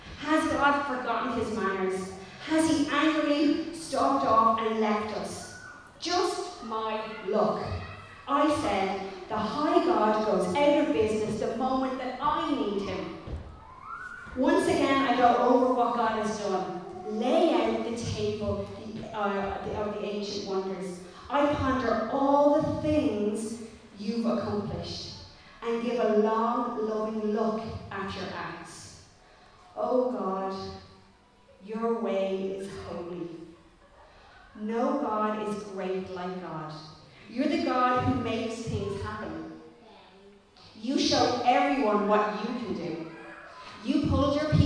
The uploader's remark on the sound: Recorded live in Liberty Church on 27 June 2021